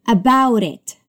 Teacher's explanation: Quando nós falamos about it, nós juntamos as duas palavras para formar um som só. · Term: linking sound